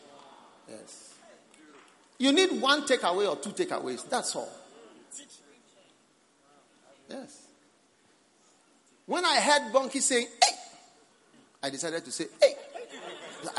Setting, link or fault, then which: setting, large echoing room